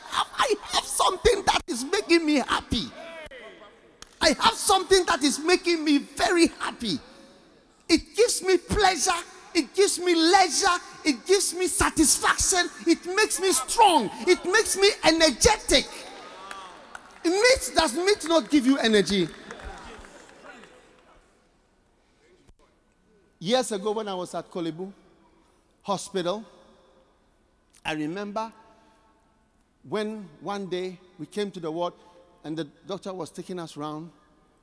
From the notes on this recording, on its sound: Preached at The Qodesh Tsalach Night Service, North Kaneshie. Accra.